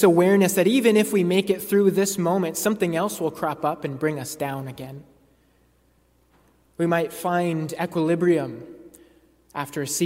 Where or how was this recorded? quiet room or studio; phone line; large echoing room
large echoing room